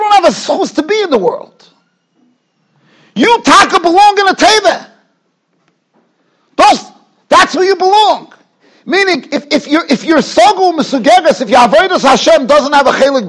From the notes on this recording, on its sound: Shiur recorded in Yeshivas Ohr Reuven, Monsey, NY.